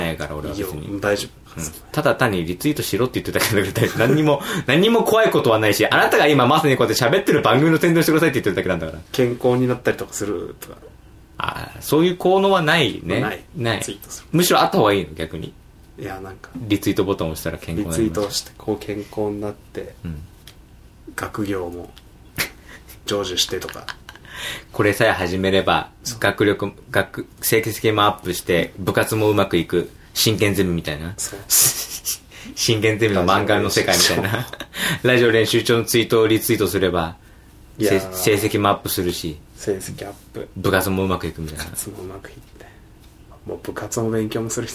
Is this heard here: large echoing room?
no